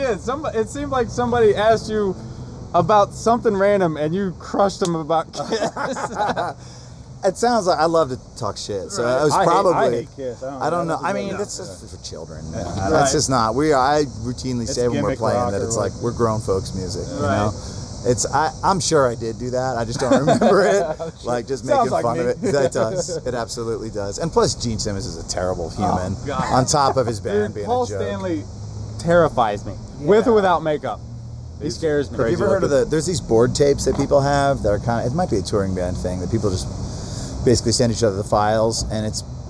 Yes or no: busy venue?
yes